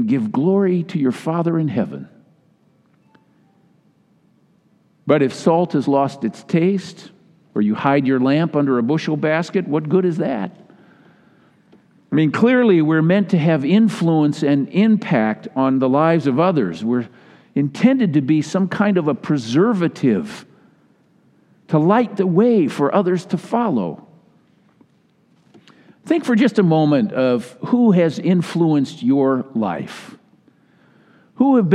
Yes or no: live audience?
yes